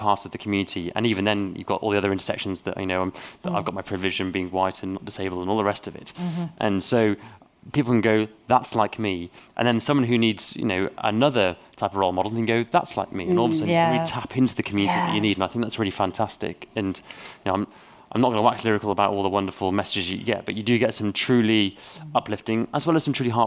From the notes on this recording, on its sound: We were asked to record one of our podcasts at their final event.